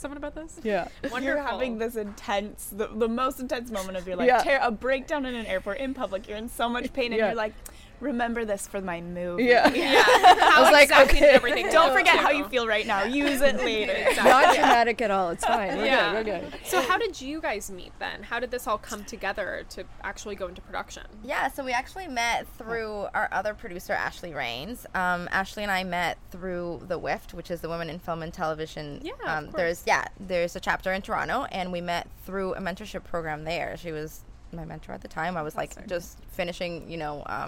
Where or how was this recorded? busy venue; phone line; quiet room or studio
busy venue